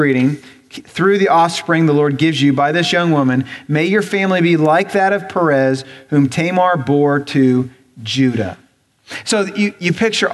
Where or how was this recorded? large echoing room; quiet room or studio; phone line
large echoing room